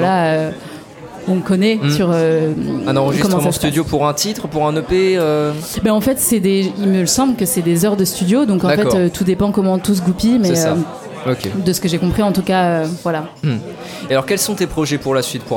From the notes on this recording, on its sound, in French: En direct du barouf pour la finale du tremplin éclosion